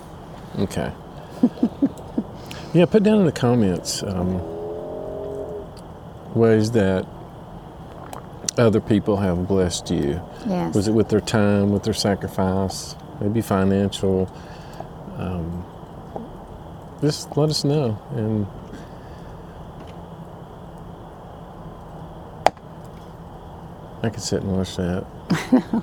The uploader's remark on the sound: Fireside chat from Yogi Bear’s Campground Pigeon Forge.